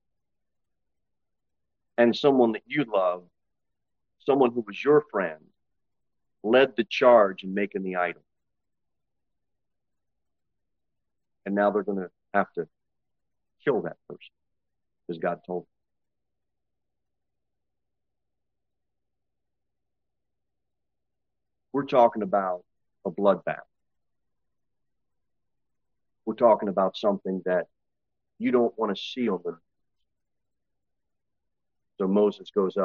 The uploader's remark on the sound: Sermon delivered at Pilgrim Baptist Church